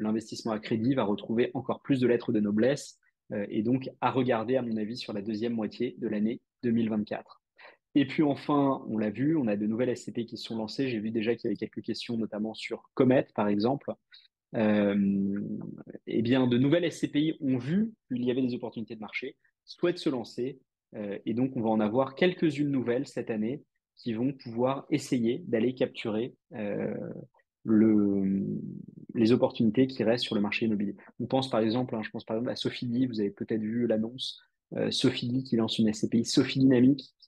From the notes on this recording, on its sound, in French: Cet épisode est l'audio de notre webinar